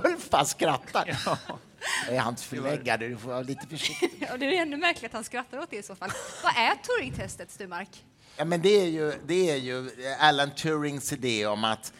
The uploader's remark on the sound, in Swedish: Bonusavsnitt live